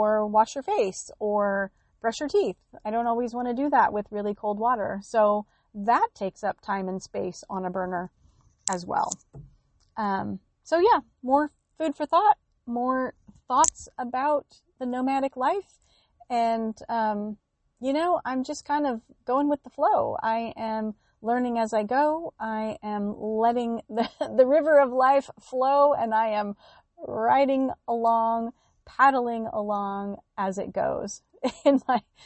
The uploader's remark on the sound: On location from the Northern California Redwoods